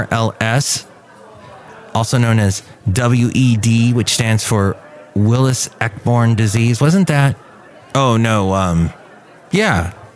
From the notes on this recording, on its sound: podcasts live from Café Anyway